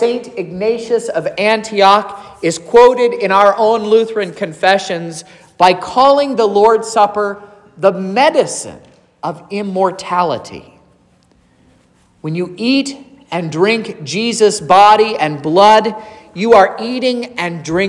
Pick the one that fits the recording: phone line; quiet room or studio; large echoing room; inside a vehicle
large echoing room